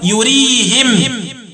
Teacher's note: وقرأ حمزة والكسائي وخلف العاشر بإسكان الميم وكسر الهاء وقفا